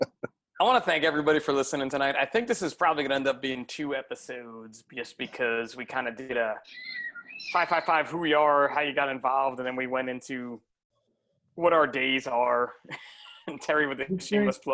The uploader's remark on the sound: What happens when you get a bunch of Emergency Service Providers together on a Zoom chat.